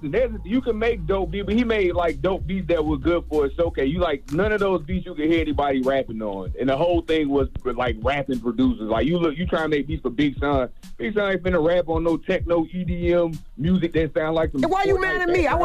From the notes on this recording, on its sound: We opened up the phone lines. We also opened up the phone lines for listeners.